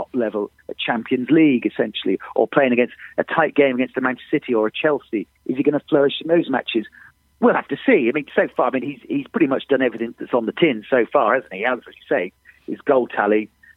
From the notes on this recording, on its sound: on the phone